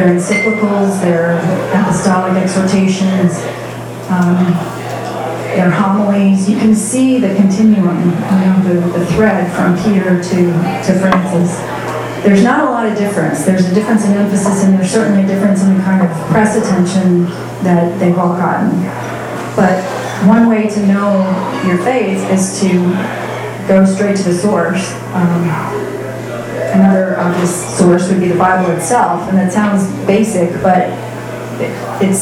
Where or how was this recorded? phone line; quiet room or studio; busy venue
busy venue